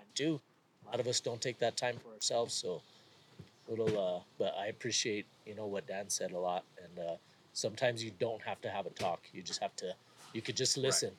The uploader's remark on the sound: Live from Mountain Archery Fest in the Bow Hitch booth